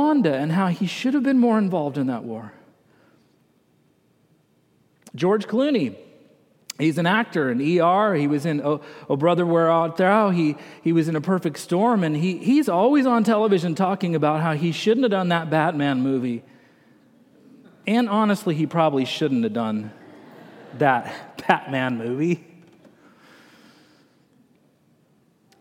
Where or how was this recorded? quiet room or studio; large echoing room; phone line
large echoing room